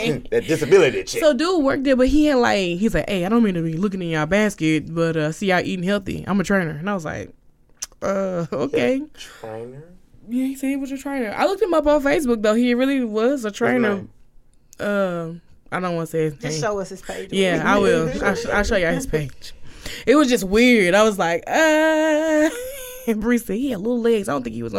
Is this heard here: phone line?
no